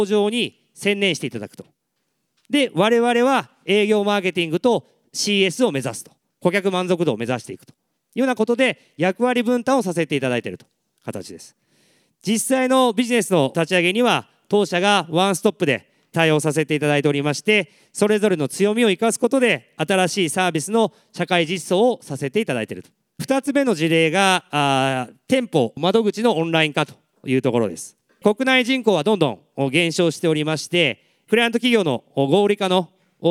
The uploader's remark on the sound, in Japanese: 東京・梅田で行われた「ラジオNIKKEI 相場の福の神 注目企業ＩＲセミナー」から。ＩＲプレゼンをお聴きください。